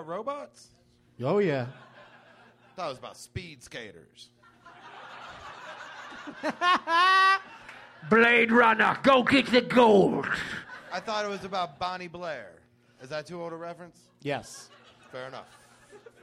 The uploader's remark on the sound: Live from The American Comedy Company in San Diego